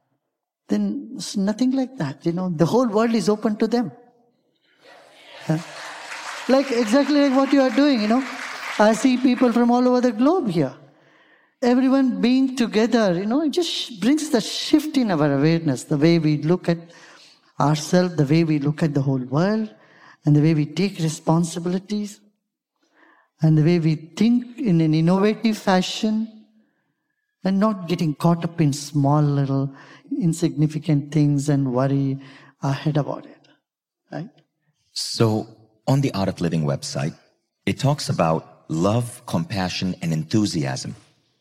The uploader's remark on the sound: Live from Mindvalley's stage